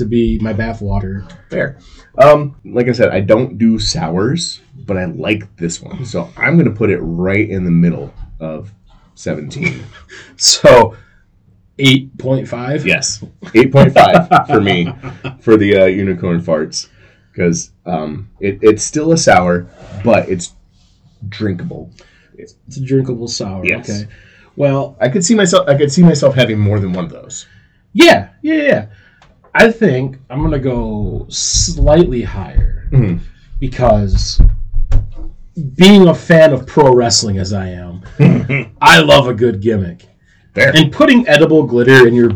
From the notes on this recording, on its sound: The audio is a little rough, but this is our first time back in about 3 years.